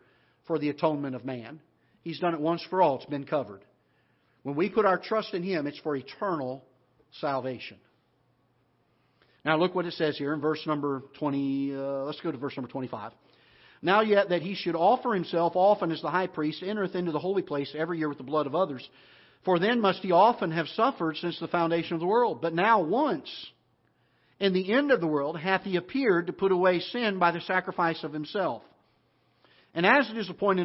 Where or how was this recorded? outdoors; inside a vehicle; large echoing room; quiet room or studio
large echoing room